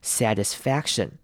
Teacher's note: t 的部分呢，我们会稍微弱化，变成像是 d 的声音，satisfaction。好，也要注意中间 I 的念法要念成短母音 I，satisfaction 而不是念成 satisfaction。好，一样同样的要注意的，这个字里面短母音的声音还有 Asatisfaction， A 的声音记得要念出来 satisfaction。好，一样很多人在念 C-T-I-O-N 的时候会很容易把 C 的声音省略掉，但是这边要特别提醒的是 C 的声音一定要咬出来 satisfaction 那个 k-shen 的 k 的声音一定要念出来